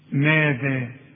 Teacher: الميم دي قلتها صحيحة لأنها مرققة وفي كلمة مش مشترك فيها أي حرف من حروف التفخيم